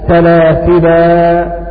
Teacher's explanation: فإذا وقفوا وقفوا بالألف سلاسلا، وعندئذ يسمى مدا طبيعيا ويسمى أيضا مد العوض لأن الألف عوضا عن التنوين.